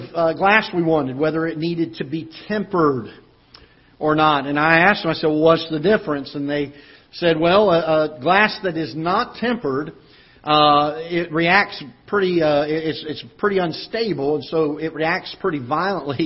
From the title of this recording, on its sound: Ketha Heights Baptist Church ~ Live Broadcast